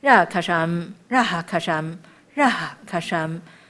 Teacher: Prabha Itayate Mudara Ganaha 慢慢念 Itayate Mudara Ganaha Sarave Rakasham Rakasham Rakasham 有一点点气音啊，这时候因为它前面后面接的 Kasham 所以这个气音就比较轻一点了